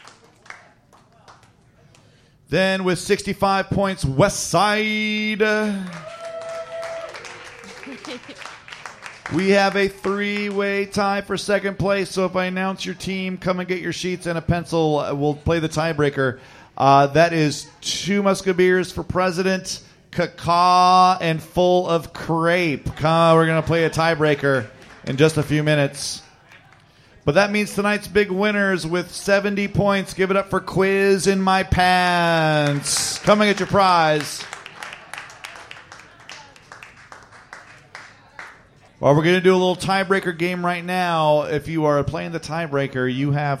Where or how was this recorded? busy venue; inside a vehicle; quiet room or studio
busy venue